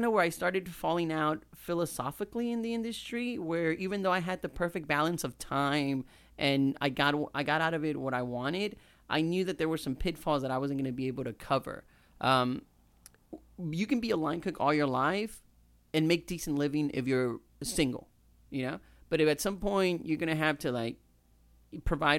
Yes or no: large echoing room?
no